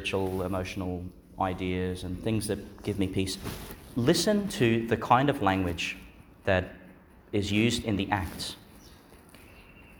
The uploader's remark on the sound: Homily for Easter Monday within the Octave, delivered in Our Lady Star of the Sea Church, Gladstone, Qld.